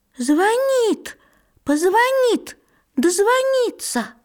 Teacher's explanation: А, здесь ударение на «и».